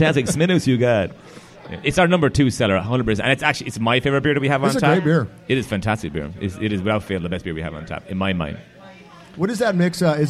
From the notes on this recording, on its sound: Recorded live at Brendan's Irish Pub.